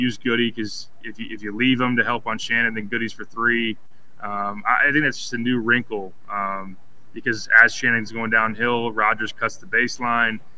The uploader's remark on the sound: live from Jersey Mike's Arena